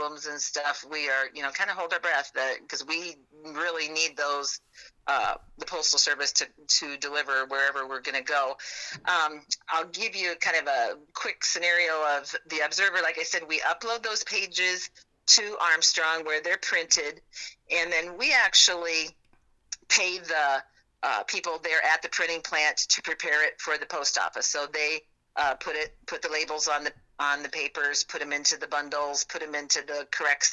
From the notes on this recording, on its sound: I figured out how to record phone calls!